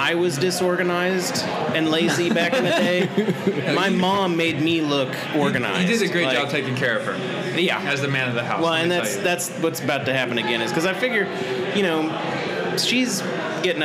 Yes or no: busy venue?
yes